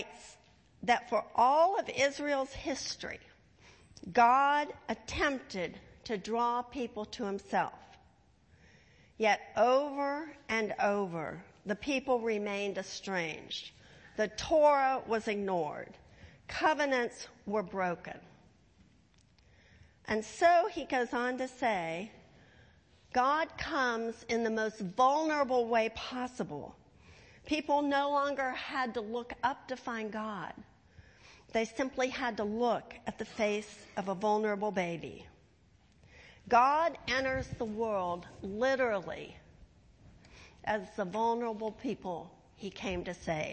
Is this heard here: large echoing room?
yes